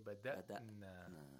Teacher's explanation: We have to make sure that the hamza is pronounced like a glottal stop. Mm-hmm. There is no qalqala.